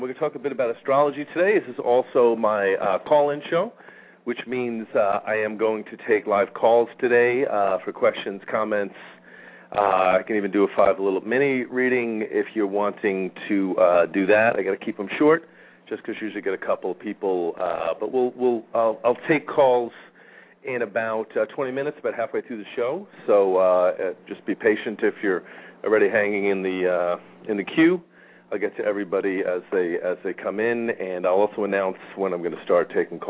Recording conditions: phone line